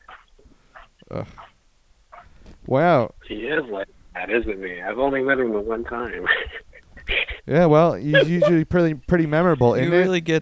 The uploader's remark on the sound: a co-worker who gets on the phone